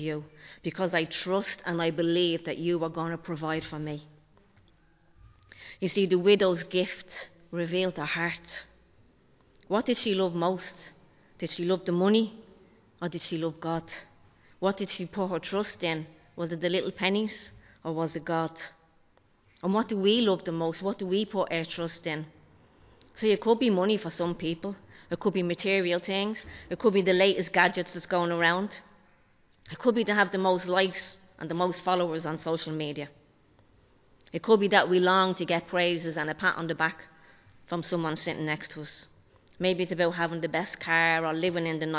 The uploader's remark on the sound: Recorded live in Liberty Church on 5 February 2023